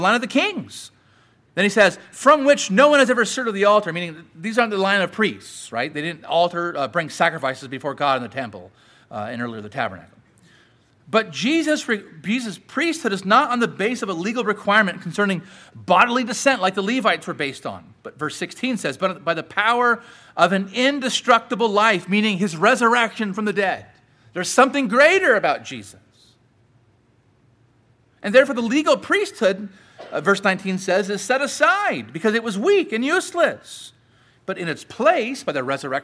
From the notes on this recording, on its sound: Sermon preached at Grace United Reformed Church